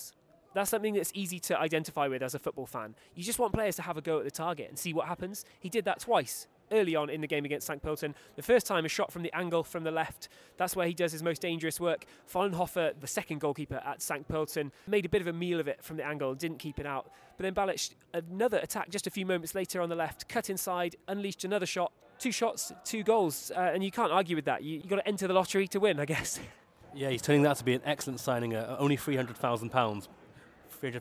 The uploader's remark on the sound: Recorded live at First Vienna's Hohe Warte stadium.